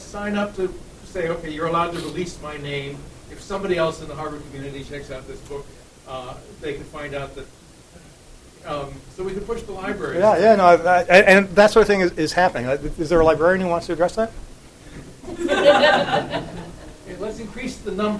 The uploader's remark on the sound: Keynote at Internet & Society 2007